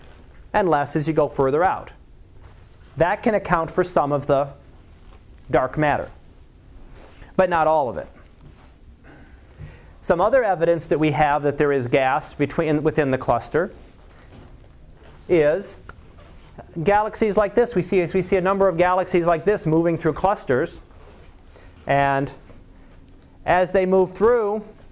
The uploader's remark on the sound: Live Class Lecture